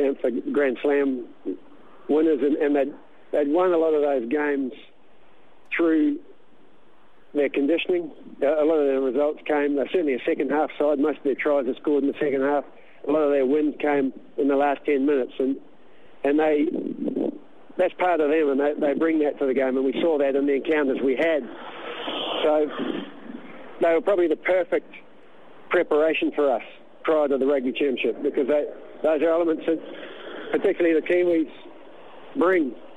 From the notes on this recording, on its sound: on the phone